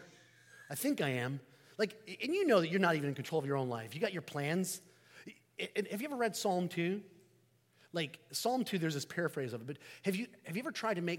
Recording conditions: large echoing room